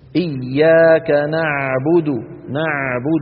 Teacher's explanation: يعود لسان المزمار إلى الخلف ويتضيق المخرج جدا عند نطق العين · Term: العين الفصيحة